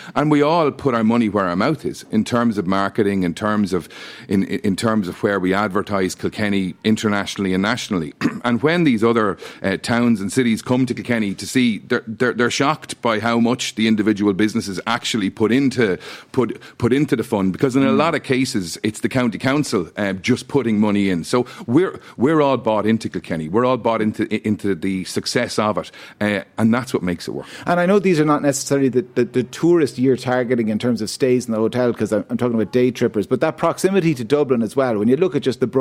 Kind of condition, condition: setting, busy venue